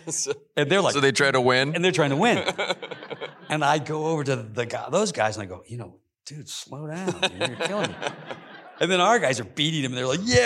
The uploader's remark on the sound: in a Q&A at the DGA theater in Los Angeles